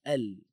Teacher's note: huruf lam, L, hujung saja, L, dengan langit-langit di hujung juga